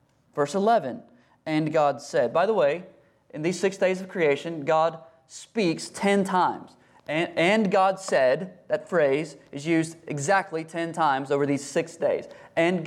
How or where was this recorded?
large echoing room